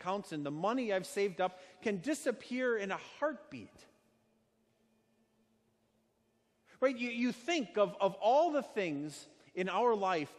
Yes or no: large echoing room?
yes